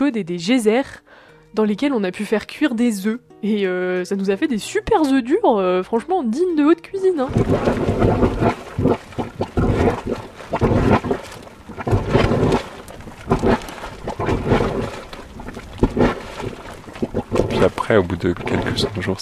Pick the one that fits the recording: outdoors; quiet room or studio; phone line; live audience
outdoors